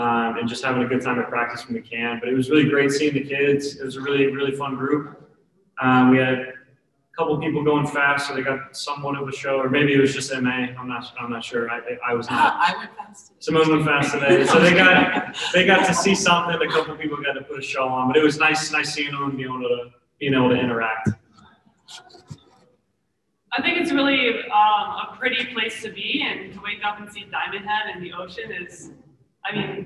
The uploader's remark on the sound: 2021 Olympic Media Day - Press Conference